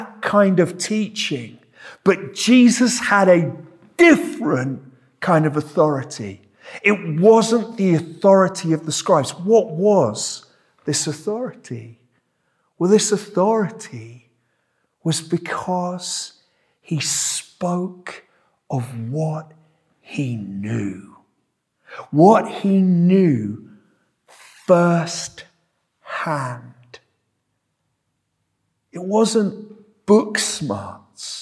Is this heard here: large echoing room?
yes